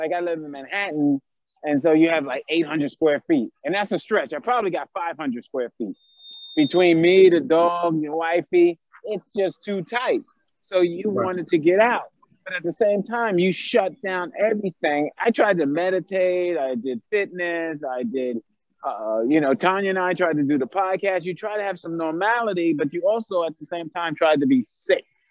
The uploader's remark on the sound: decided to take the show to the streets of New York City and were live in Times Square